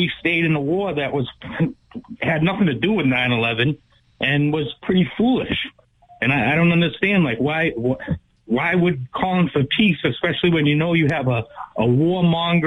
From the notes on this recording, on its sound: take calls from the audience